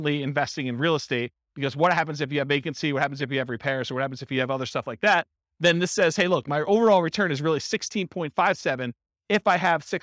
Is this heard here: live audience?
yes